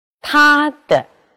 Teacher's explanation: 阴平后的轻声，念半低调二度